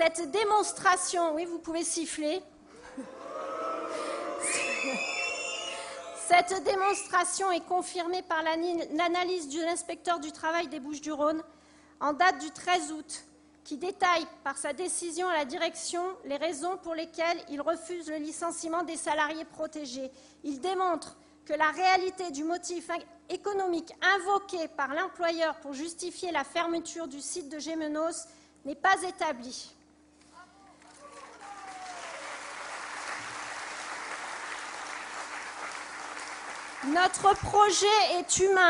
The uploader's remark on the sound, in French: Meeting de clôture du Remue-Méninges du Parti de Gauche